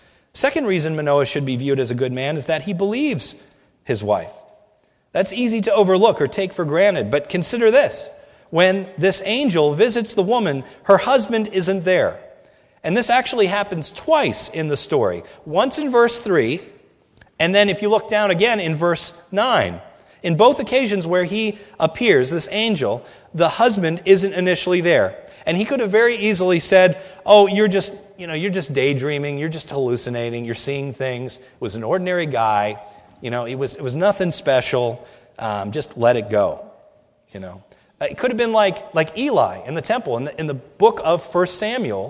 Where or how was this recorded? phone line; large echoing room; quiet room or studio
large echoing room